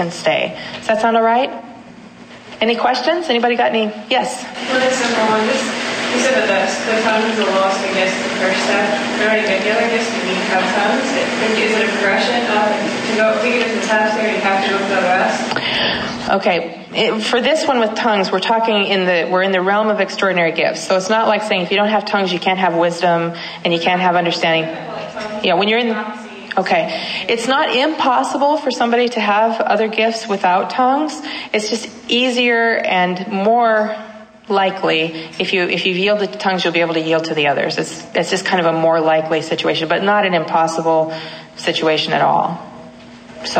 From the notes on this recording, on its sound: at the Franciscan University Young Adult Conference in Washington D